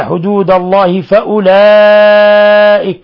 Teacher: مد متصل يمد من 4 إلى 5 حركات